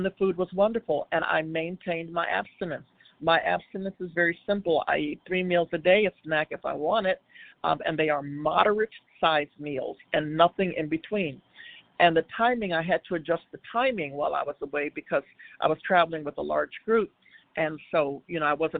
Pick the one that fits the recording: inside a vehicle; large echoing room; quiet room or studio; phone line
phone line